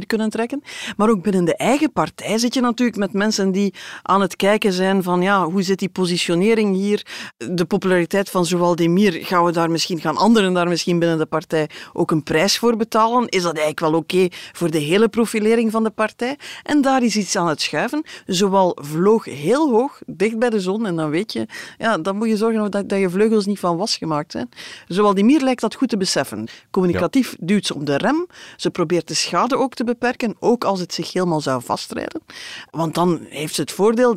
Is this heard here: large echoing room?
no